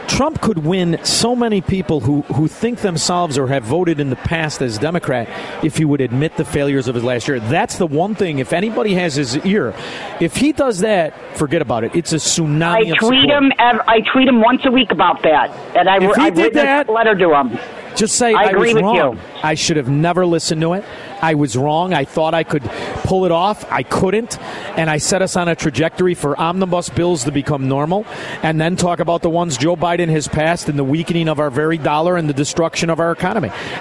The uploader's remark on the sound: LIVE from Chicago Prime Italian in Schaumburg!